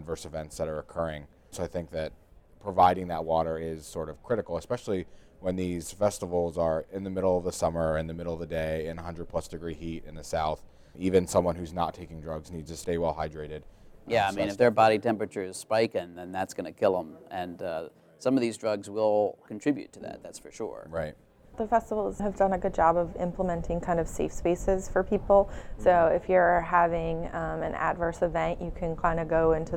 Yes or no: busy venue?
yes